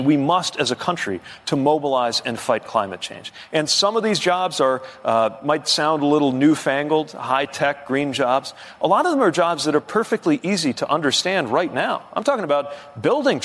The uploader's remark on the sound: Answers questions from voters in Nevada during a live town hall. In Las Vegas.